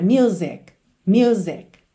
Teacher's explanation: Lembra que essa letra C é uma consoante oclusiva, ela vem encerrando o som da palavra music